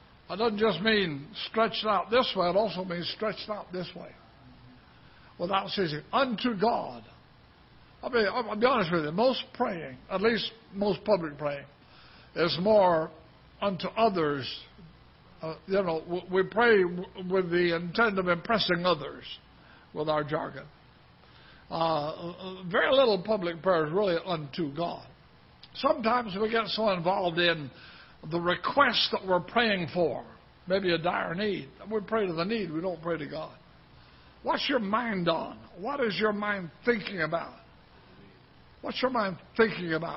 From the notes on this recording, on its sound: Ketha Heights Baptist Church ~ Live Broadcast.